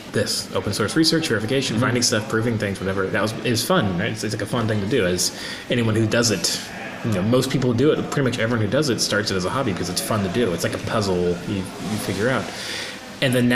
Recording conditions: busy venue